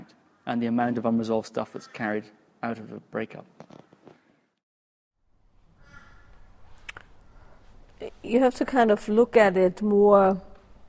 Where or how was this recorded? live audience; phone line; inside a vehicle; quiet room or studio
live audience